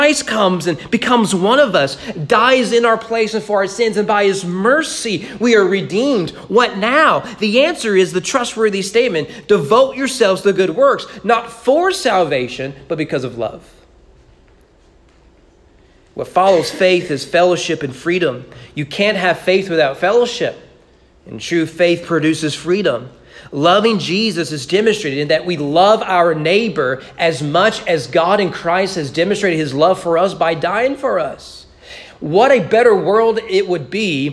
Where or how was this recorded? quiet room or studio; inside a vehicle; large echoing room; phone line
large echoing room